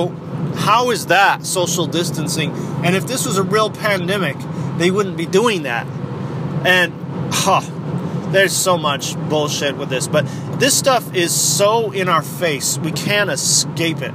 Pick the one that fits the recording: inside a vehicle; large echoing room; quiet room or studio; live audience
inside a vehicle